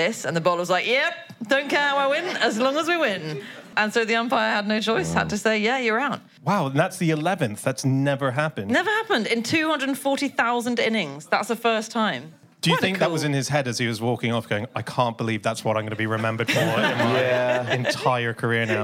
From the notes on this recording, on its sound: live from the Soho Theatre